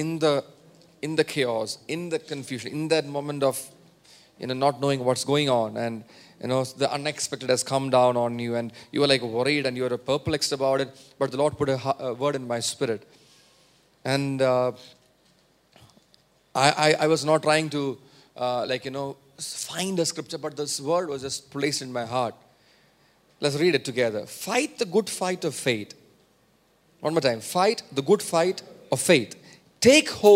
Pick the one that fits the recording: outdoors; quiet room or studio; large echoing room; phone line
large echoing room